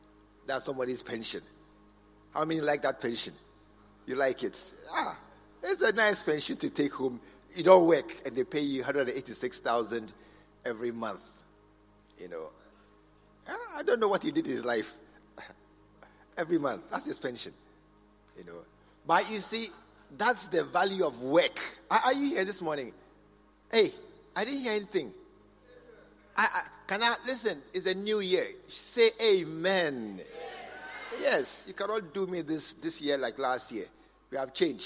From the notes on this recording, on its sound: Preached at the True Vine Cathedral, Bantama